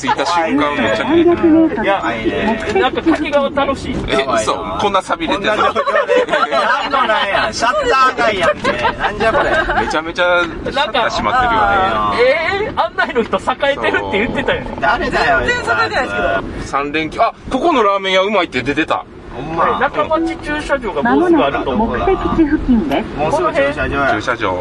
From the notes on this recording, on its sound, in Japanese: ボードゲーム合宿in静岡。一部、屋外での収録のため、騒音雑音が入っております。